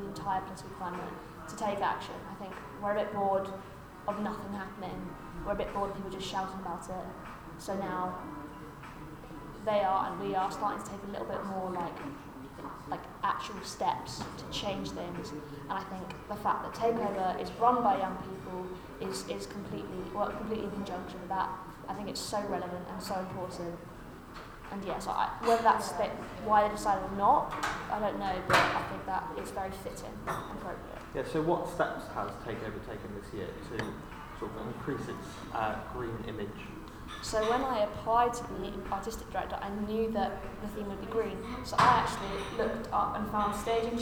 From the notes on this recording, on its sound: Recorded live as part of TakeOver 2019.